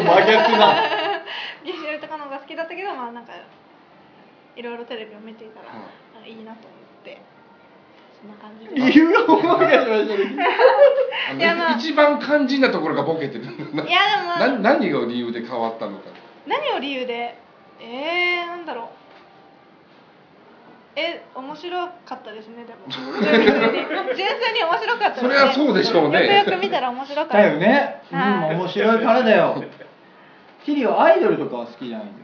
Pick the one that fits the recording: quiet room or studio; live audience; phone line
live audience